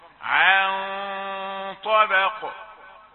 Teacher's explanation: ثم لاحظ الغنة في عن نون ساكنة وفيها الغنة مقابلة للطاء، يبقى غنة مفخمة. الغنة تأتي مفخمة عن طبق.